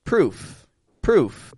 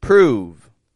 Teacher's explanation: Same vowel sound, but the second stretches out a little longer because the V is voiced.